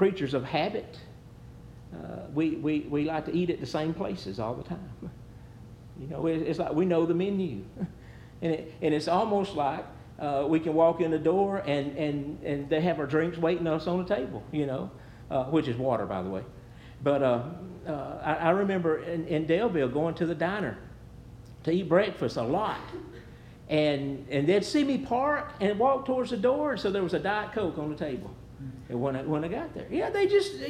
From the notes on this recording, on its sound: Preached at New Hope Baptist Church